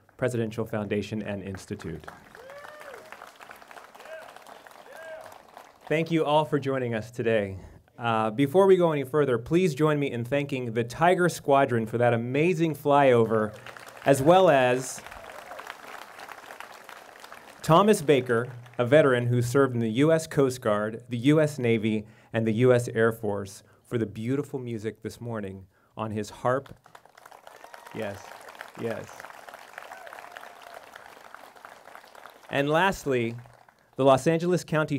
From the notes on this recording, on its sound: We go back to our in-person event held on Memorial Day. This year’s program included live musical entertainment, an honor guard.